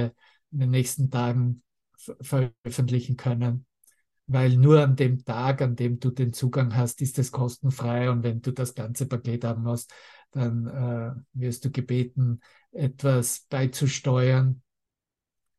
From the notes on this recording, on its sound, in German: Zoom-Session. Veranstaltet von der Aleph Akademie.